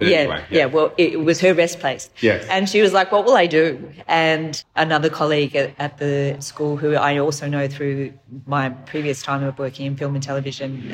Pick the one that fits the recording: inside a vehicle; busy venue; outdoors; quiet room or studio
busy venue